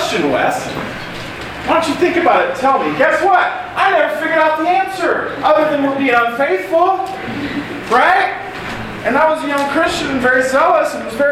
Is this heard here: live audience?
yes